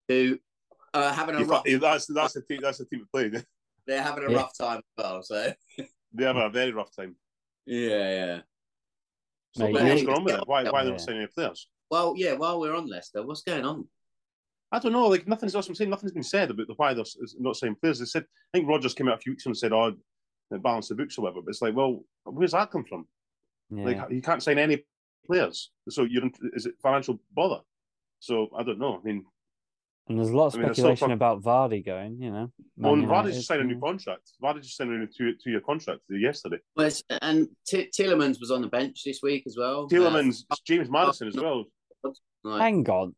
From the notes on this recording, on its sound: Back on zoom.